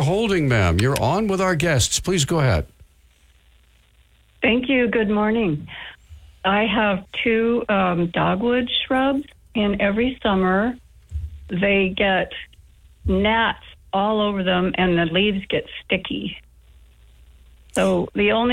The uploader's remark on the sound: The phone lines were busy the entire show with people wanting to ask a wide variety of questions.